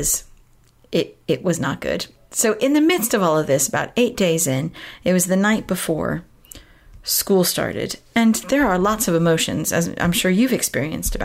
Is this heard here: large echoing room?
no